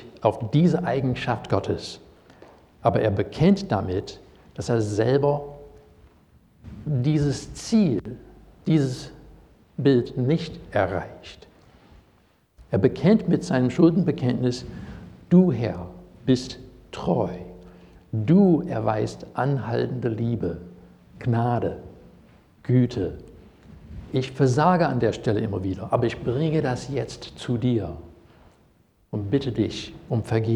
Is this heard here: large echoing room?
yes